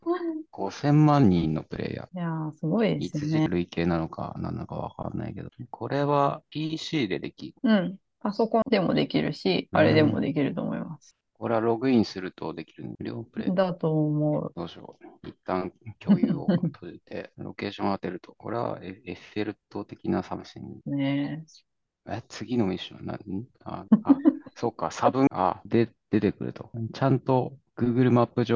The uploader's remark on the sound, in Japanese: zoomを使って録音しています。